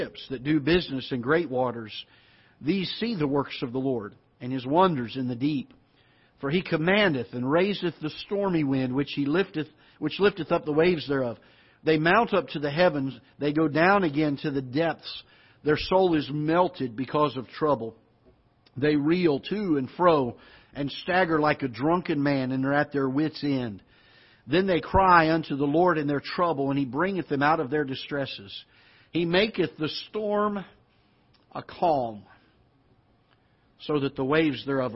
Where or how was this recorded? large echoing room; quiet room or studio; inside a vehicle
large echoing room